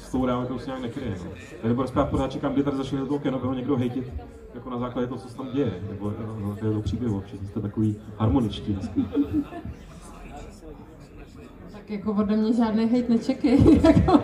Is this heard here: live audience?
yes